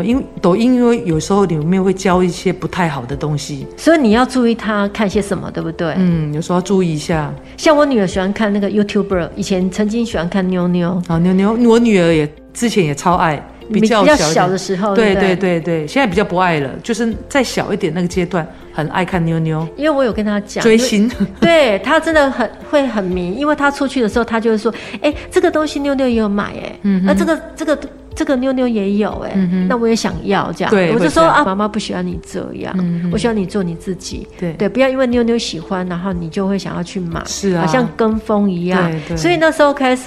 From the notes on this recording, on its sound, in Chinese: 錄音地點：瑪莉桃桃親子餐廳。